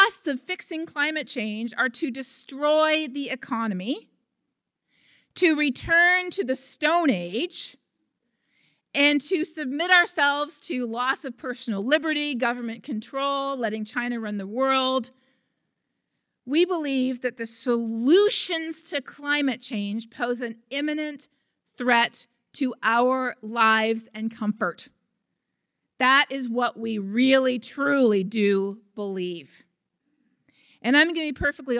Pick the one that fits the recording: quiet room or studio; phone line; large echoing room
large echoing room